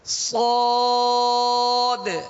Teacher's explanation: سواد، ہونٹوں کو گول نہیں کریں گے، سواد نہیں پڑھیں گے، یہ حروف مستعلیہ ہیں، اس کو پر کرنا ہے، موٹا پڑھنا ہے اور اس میں سیٹی کی آواز پیدا ہوگی